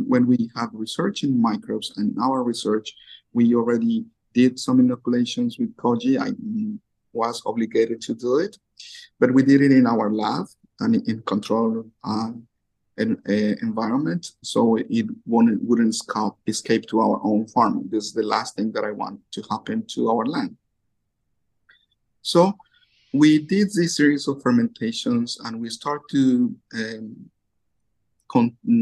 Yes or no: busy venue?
no